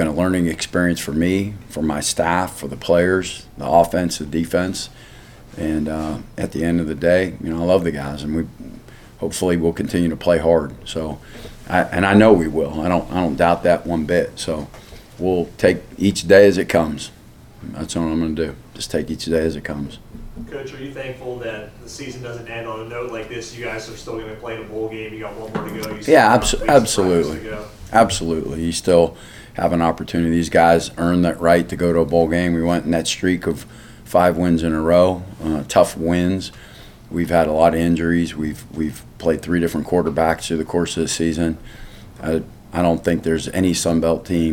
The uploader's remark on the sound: postgame press conference